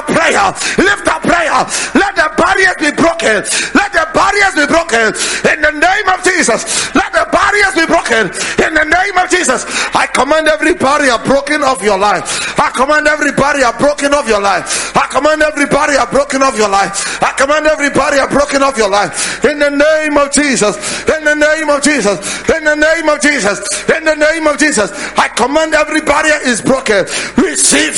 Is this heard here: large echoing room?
yes